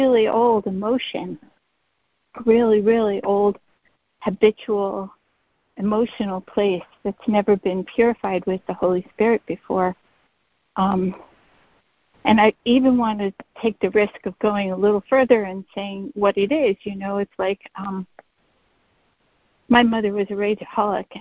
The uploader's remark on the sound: ACIM Daily Conference Call